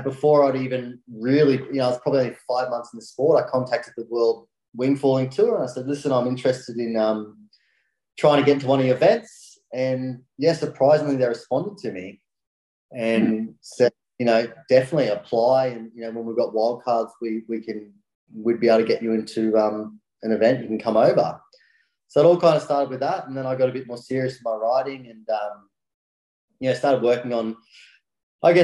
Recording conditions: video call